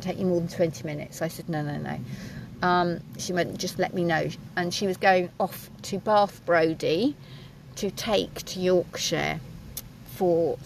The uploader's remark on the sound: audio quality not the usual standard as was in my truck as the wind and rain howelled around us so apologies